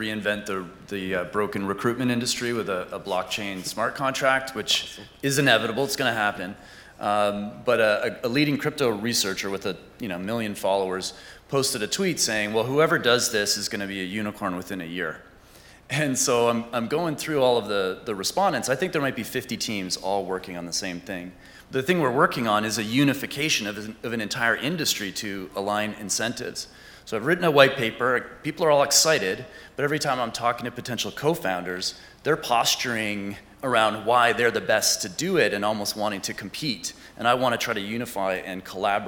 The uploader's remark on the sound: recorded during the 2022 Abundance360 summit